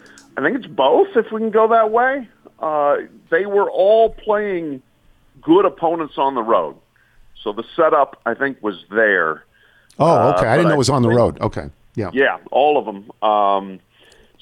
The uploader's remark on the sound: Calls. Phones.